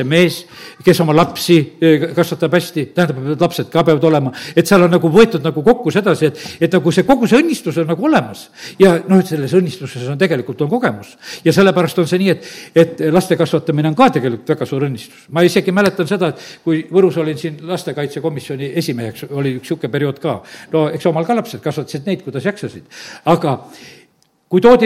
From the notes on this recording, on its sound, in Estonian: Audio salvestus koosolekult